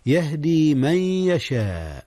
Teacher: أدغم النون في الياء إدغاما بغنة